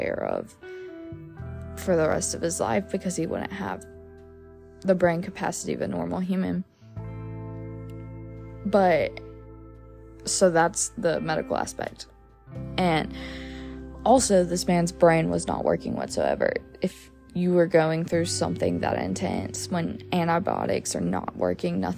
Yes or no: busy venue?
no